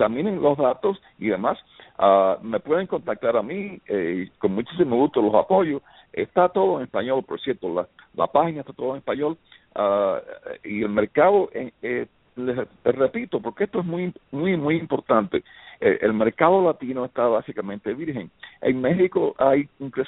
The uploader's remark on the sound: LIVE on BTR - for this Special Call. The call will be all in Spanish.